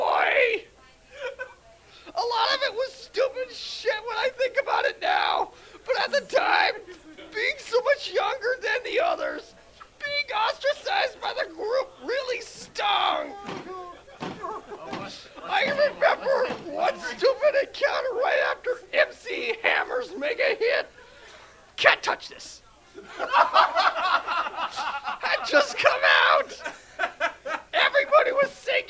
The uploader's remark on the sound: The live shenanigans continue!